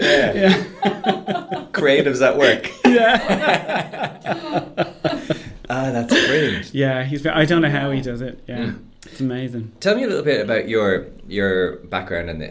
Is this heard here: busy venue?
no